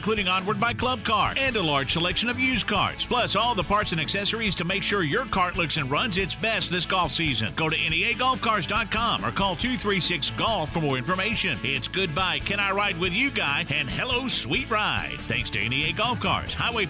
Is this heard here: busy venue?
yes